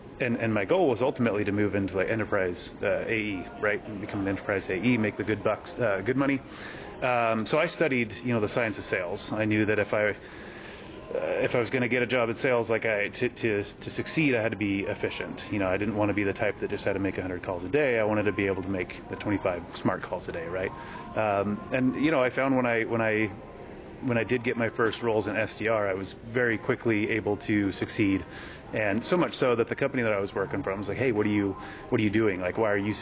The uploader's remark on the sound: On the sidelines of the HubSpot Inbound conference.